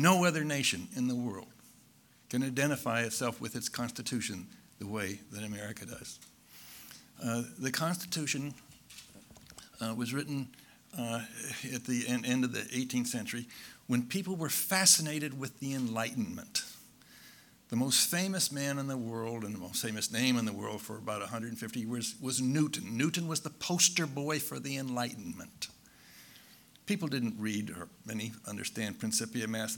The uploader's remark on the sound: Recorded at San Francisco City Hall during the 2014 International Achievement Summit.